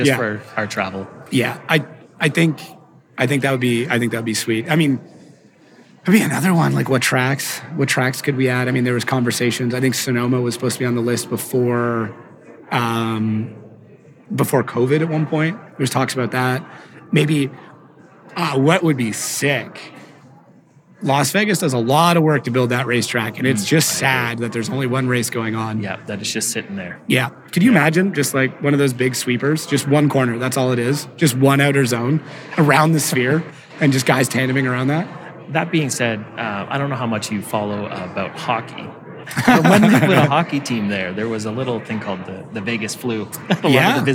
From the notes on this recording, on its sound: Chat live at PRI.